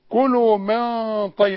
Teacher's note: وهنا من طيبات في غنة، والغنة تخينة بس انت قلتها نص غنة، كلوا من طيب.